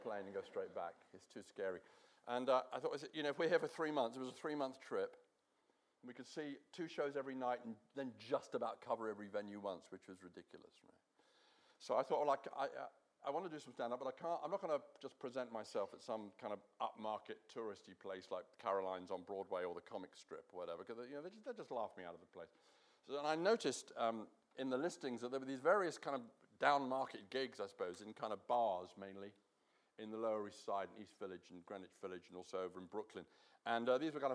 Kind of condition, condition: setting, live audience